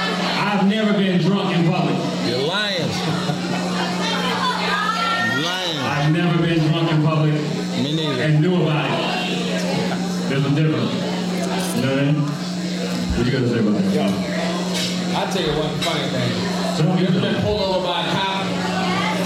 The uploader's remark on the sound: MixxNutts crew films live on location at Rookies Sports Bar - Oceanside, Ca.